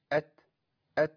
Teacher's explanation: لان النفس هو اللي مشي، الصوت انقطع في المخرج على طول، وقف الصوت · الحرفين الوحيدين اللي فيهم انقطاع صوت وجرين نفس، الصوت بينقطع والنفس بيمشي · Term: همس